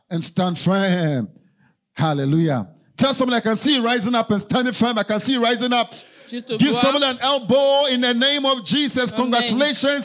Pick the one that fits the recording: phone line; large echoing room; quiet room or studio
large echoing room